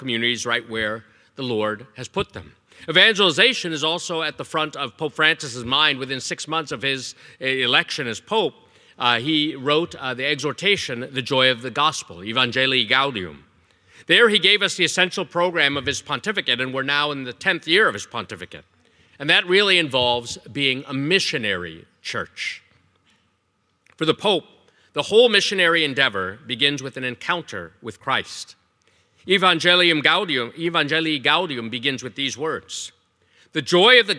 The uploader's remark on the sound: Evangelization Leadership Conference Keynote Talk